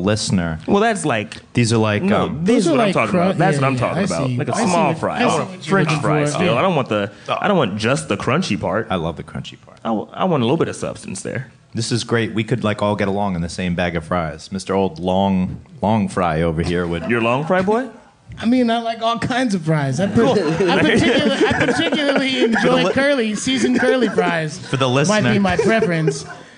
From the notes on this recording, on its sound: This month the guys record LIVE at Over the Eight in Brooklyn